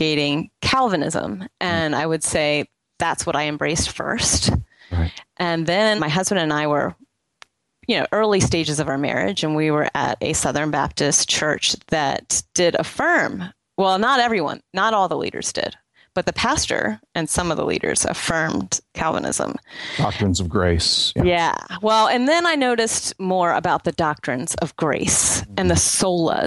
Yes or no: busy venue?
no